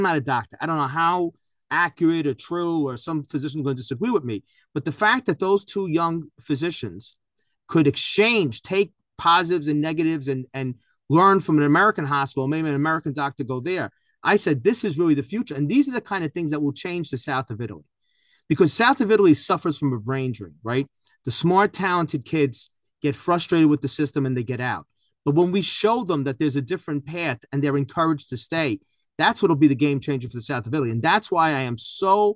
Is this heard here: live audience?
no